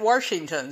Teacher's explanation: You get a little bit of an R in there.